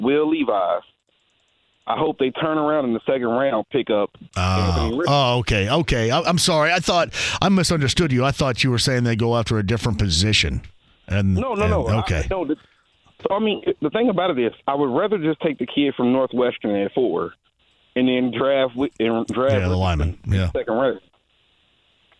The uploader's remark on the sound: Opening up the phone lines to talk to some listeners! Opens up the phone line again as listeners call. Continuing to take some calls from listeners.